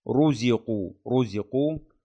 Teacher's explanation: رزقوا رزقوا مفخمة كونها مضمومة. قالوا هذا الذي رزقنا من قبل قالوا هذا الذي رزقنا من قبل رزقنا رزقنا، الراء مفخمة.